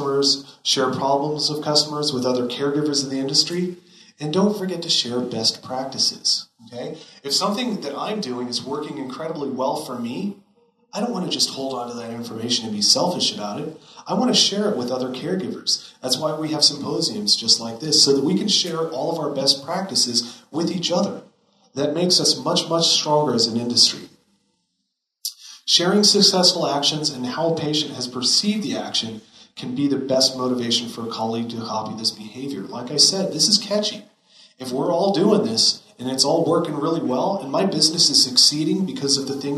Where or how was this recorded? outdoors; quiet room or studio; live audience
live audience